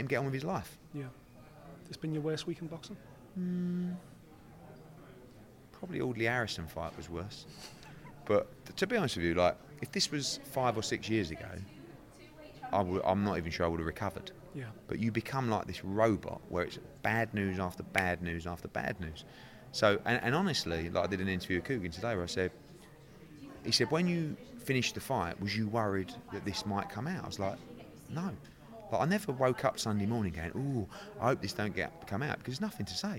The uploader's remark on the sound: Attended the Next Gen Press conference in Liverpool.